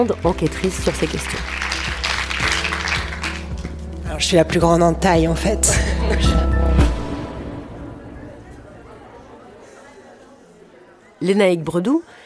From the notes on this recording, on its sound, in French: Cet épisode a été enregistré le 3 février 2023 au festival Longueur d’Ondes, à Brest.